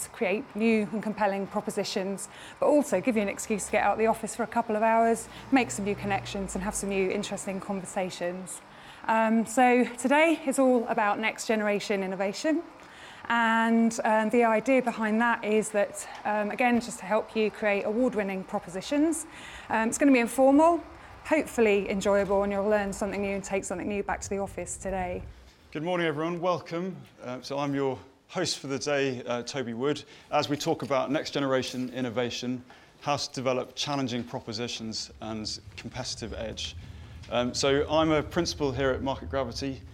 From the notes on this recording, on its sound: a recording of a recent event we heard at our headquarters, near London Waterloo, called Innovate BIG Breakfast.